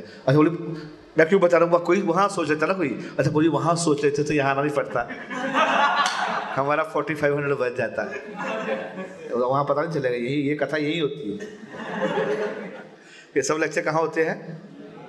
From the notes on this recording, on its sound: Mayapur Yatra 2020. Audience : Camp devotees.